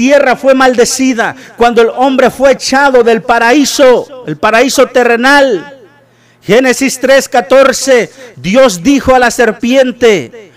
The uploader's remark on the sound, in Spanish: TRASMISION EN VIVO DE LA IGLESIA CRISTIANA MARANATHA